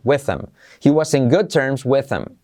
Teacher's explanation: ese with them lo dejo como with them, porque la TH se omite